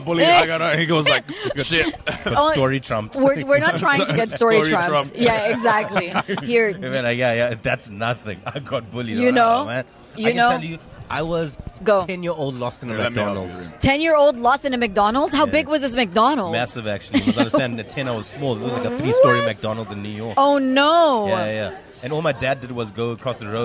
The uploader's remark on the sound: Here is the second part of the recording at One Life Cafe in Dubai.